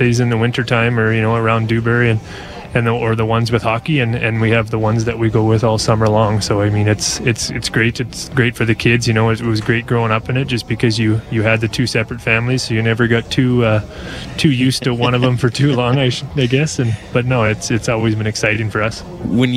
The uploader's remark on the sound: We're live today from the Calgary Stampede Tarp Auction.